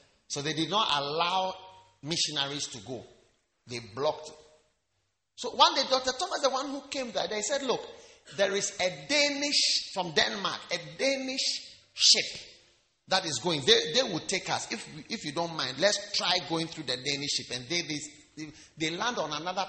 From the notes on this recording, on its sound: Preached at the Wisdom Impartation Service.